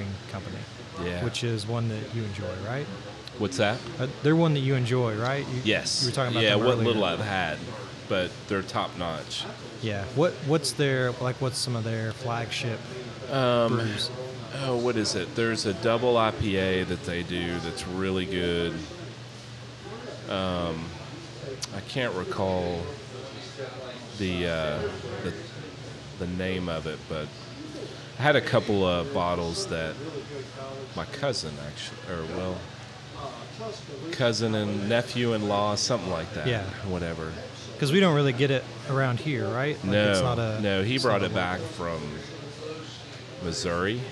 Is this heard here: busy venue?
yes